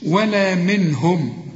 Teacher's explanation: منهم النون هنا بعدها هاء، والهاء من حروف الإظهار برضو ما تغنش